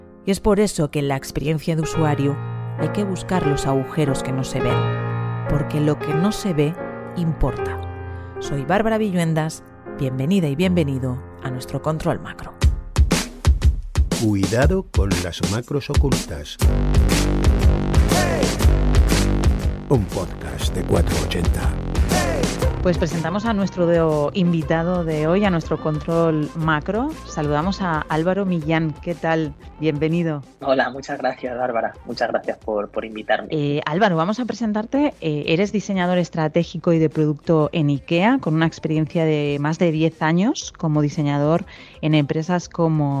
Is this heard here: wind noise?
no